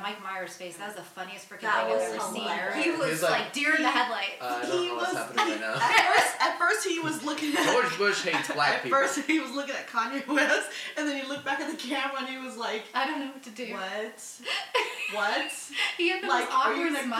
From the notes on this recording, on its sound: We apologize for the lame audio, the audio track that we record separately is missing.